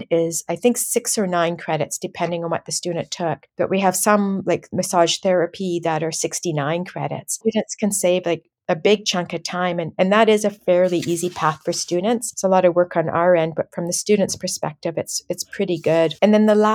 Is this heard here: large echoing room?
no